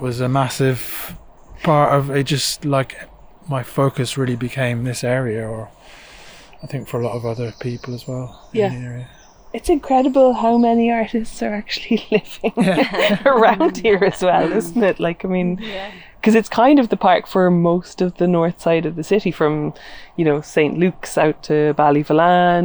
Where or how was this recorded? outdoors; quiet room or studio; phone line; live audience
outdoors